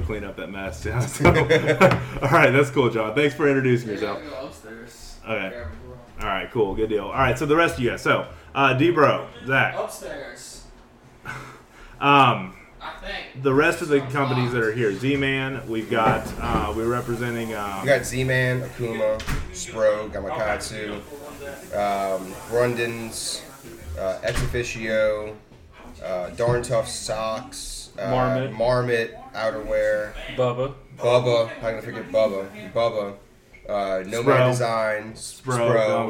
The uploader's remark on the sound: Live in Venice, Louisiana. At a media event in Venice, Louisiana.